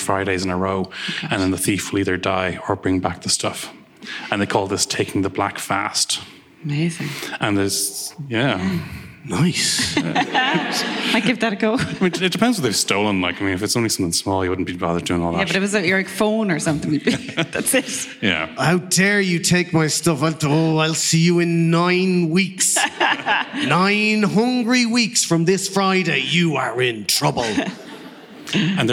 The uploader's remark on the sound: With thanks to the Bram Stoker Festival, the Motherfoclóir Podcast was resurrected for one afternoon in October 2022. In this recording of last year's live show.